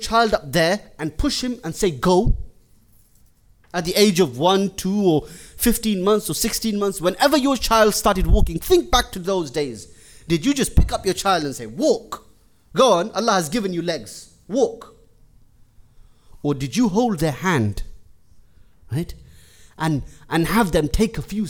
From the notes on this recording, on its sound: Jummah lecture